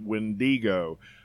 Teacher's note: called it Wendigo, putting the emphasis on the second syllable